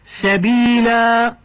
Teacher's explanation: مد العوض، وهو الوقف على التنوين المنصوب بالألف عوضا عن التنوين